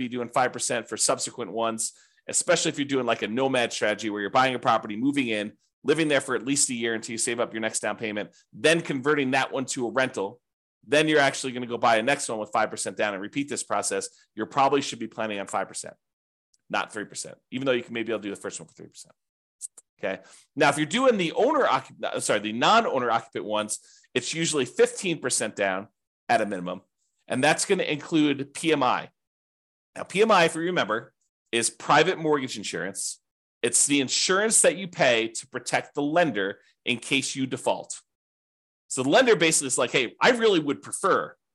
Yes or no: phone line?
no